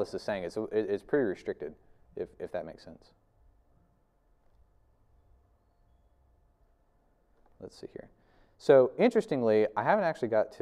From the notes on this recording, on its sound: This video is from our 2021 Spring lecture series